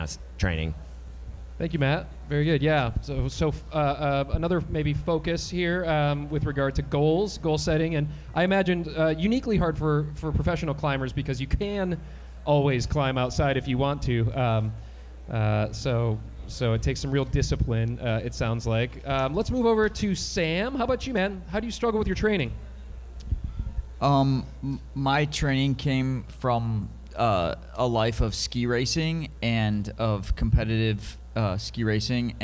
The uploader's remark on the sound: Live at Rocktoberfest! Before a psyched audience at Rocktoberfest.